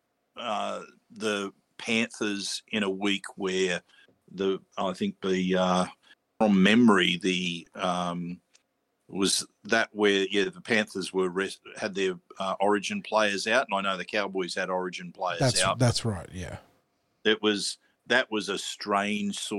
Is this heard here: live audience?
no